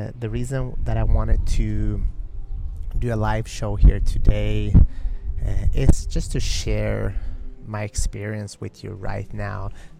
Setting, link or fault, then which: setting, outdoors